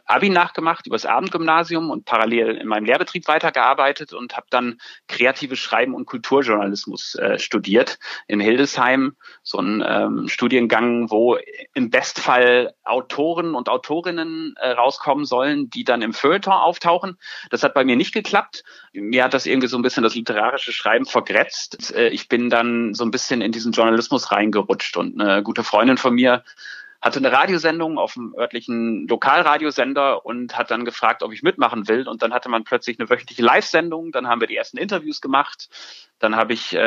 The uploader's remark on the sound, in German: das wir unter voller sozialer Distanz per Telefonat aufzeichneten